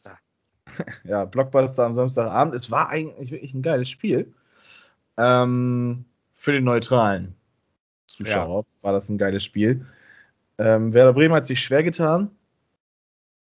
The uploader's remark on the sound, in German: Aufgezeichnet am 05.08.2021 via Skype